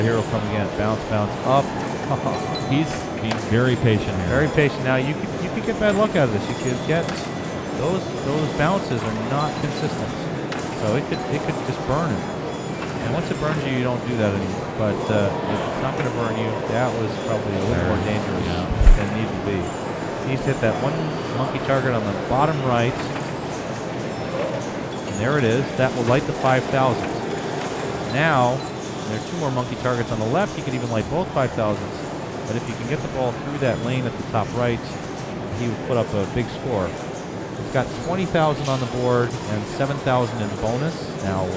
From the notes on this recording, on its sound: Round 6 – 2012 PAPA Circuit Final. Live from PAPA Headquarters in Scott Township, PA.